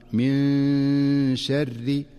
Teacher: فتخفى النون مع غنة مناسبة من غير أن تتحول إلى نون ظاهرة ولا أن تدغم في الشين · Term: إخفاء